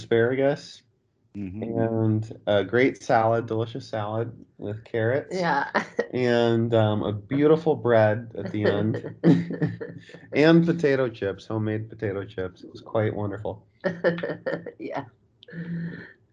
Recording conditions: video call